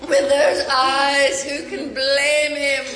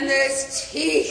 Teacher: like the syllables get drawn out, like the way you say eyes, blame, even teeth